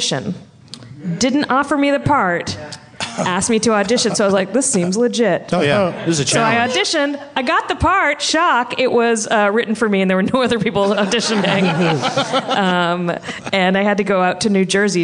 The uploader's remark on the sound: LIVE at Starburns Castle